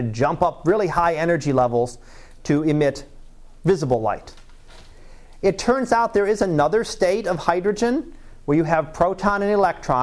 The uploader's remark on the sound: Live Class Lecture